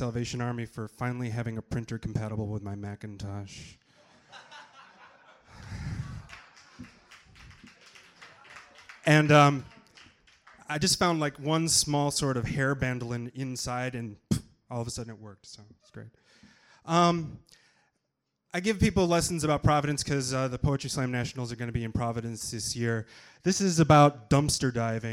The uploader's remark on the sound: Part 1 of the Kzoo Poetry Slam from January 2000 contains the open-mic portion of the show.